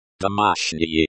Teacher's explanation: Domashnye is pronounced with stress on the second syllable.